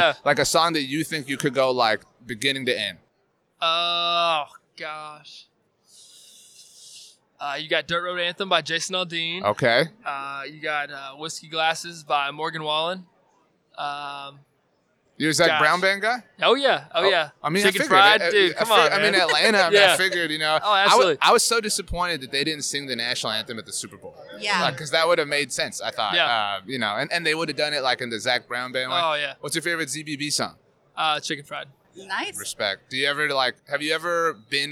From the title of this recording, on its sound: on Super Bowl LIV Radio Row